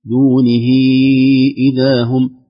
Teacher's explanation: من دونه إذا هم، دونه إذا هم، هذه تسمى صلة كبرى وتمد مقدار أربع حركات